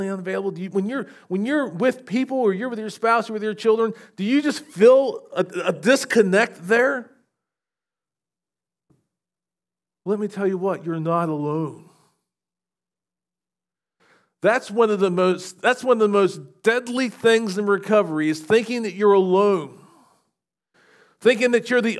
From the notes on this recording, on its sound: SVBC Morning Service. Recorded at Shenandoah Valley Baptist Church on Feb 25, 2024.